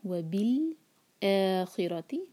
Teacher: قابلی کا وبالآخرتی، لام پر جھٹکا نہ آئے، وبالآخرتی، اے دو حرکہ اور را کو ہیوی پڑھنا ہے